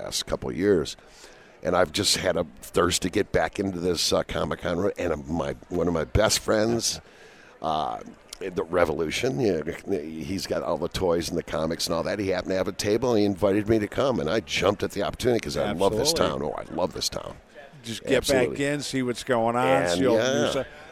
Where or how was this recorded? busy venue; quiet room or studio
busy venue